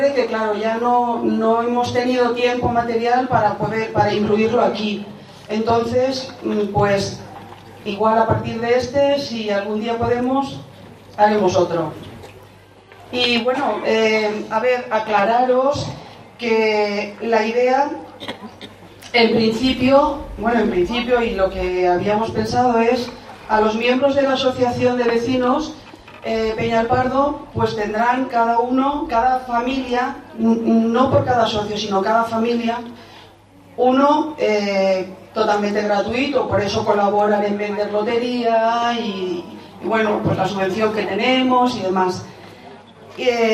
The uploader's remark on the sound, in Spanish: Presentación del libro Garcimolina y sus cosas. Audio que recoge lo que se dijo en la presentación del libro.